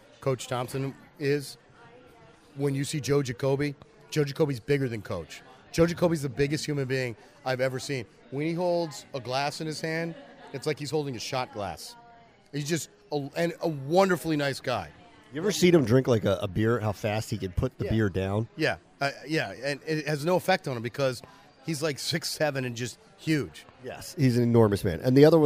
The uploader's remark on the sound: Together again, at the bar. Record live (and together again!) from a bar.